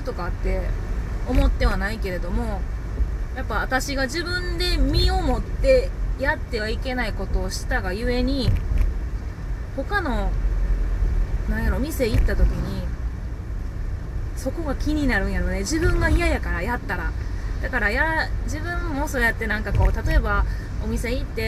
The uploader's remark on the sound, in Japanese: 車の中から配信